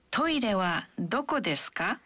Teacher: Saat kita mengajukan pertanyaan dalam bahasa Jepang, kita biasanya menambahkan ka di akhir kalimat dan mengucapkan kalimatnya dengan intonasi yang menanjak